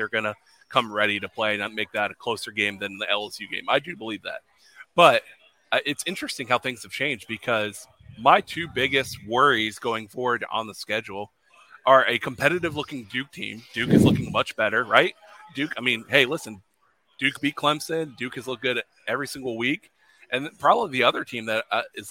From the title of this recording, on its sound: Live from Fishweir Brewing Company